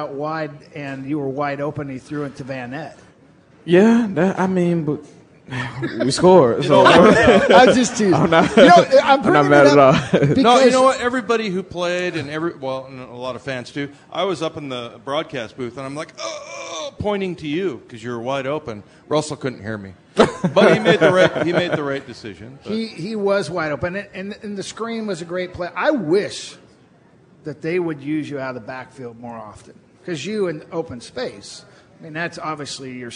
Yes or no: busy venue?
yes